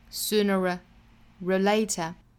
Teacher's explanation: sooner 和 or 之间连读有一个小小的 r 的音，元音和元音连读加 r